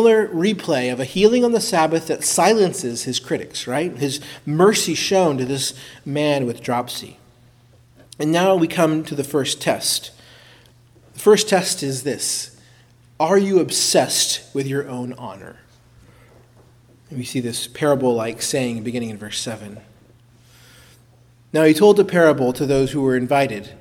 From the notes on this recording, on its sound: Preached at Christ Our Savior Baptist Church.